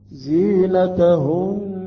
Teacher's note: عند الوقف يجب أن نأتي بالغنة وبمقدار حركتين، لا نقف هكذا.